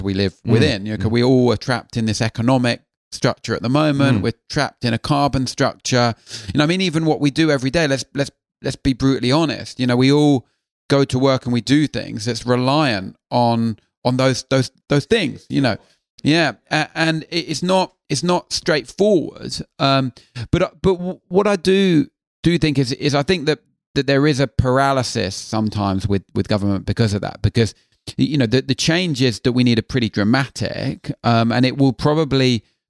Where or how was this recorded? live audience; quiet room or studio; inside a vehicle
quiet room or studio